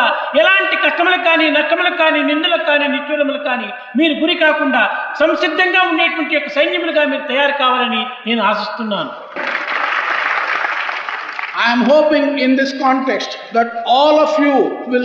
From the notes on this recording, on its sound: during the inauguration of the 2nd World Conference of Sri Sathya Sai Organisations